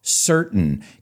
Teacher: you can say certain, like I say it, with that glottal stop